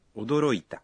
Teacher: Dizendo-se isso com entonação ascendente, faça uma pergunta.